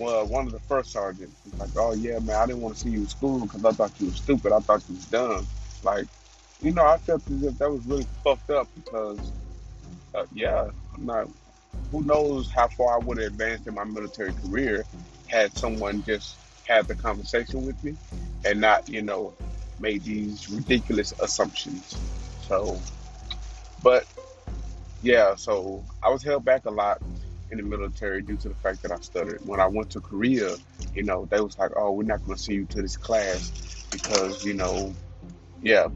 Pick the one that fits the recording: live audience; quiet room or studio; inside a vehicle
inside a vehicle